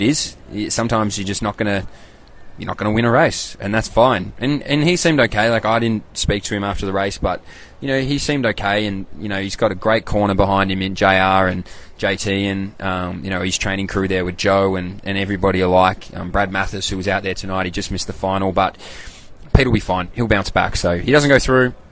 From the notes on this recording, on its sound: LIVE FROM THE WORLD CHAMPS.